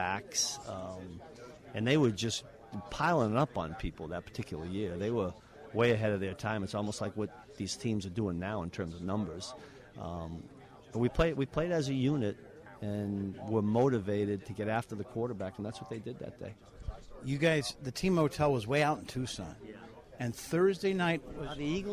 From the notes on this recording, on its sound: Audio and observations from the locker room after the Packers game.